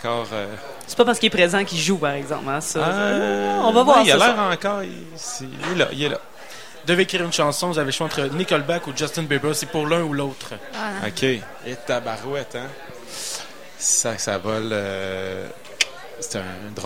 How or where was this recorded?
busy venue